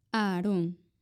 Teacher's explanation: el nombre Aarón es un hiato porque las A se pronuncian separadas